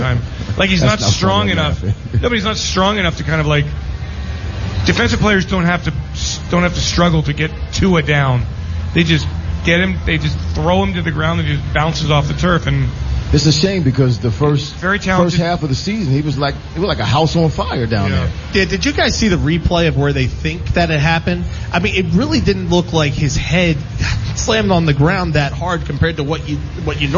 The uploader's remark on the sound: The guys from Green Legion Radio broadcast LIVE from Live! Casino.